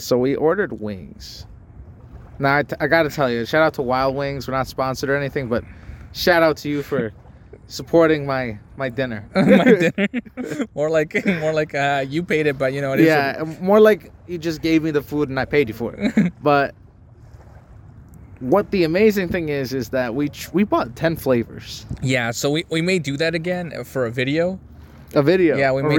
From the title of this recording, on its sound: We Took It Outside